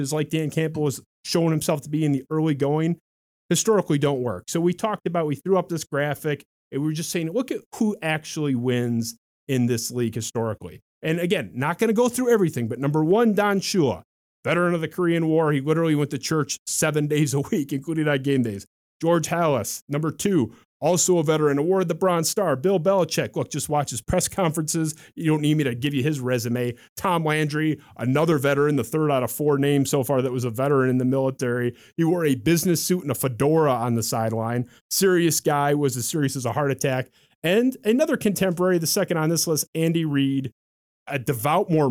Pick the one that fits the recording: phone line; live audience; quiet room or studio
quiet room or studio